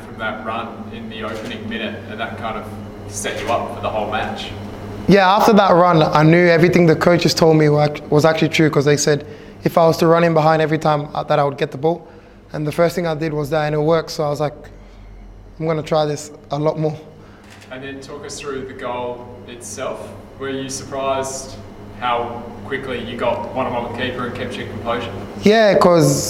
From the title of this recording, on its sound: Press Conference